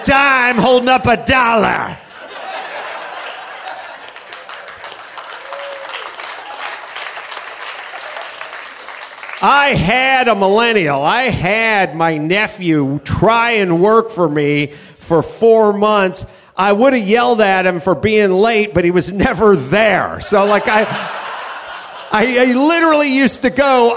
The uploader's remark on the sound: Live from the Houston Improv